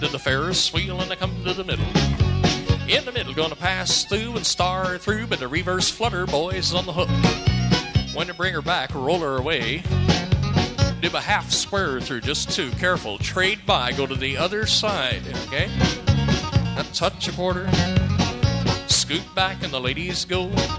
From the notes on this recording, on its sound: Live Dance Recording. From 1982 in Northern California.